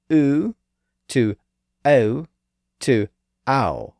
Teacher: The sound went from a high, pure vowel to a centralized diphthong